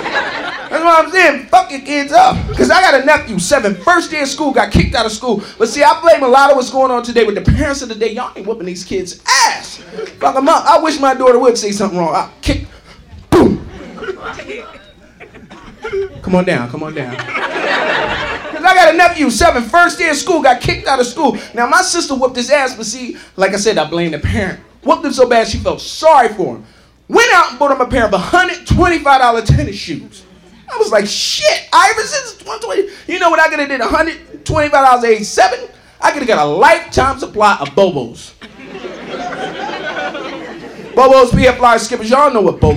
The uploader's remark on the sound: Live at the Laff House